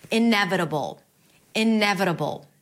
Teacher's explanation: Inevitable. It's a B sound, a schwa, and a dark L. You create this tension in the back of your throat. You can even imagine as if there is an O sound between the B and the L.